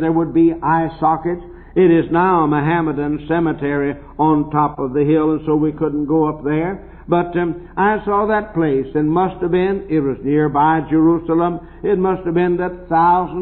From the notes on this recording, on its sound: preached this message at Temple Baptist Church in Portsmouth Ohio in the 1960's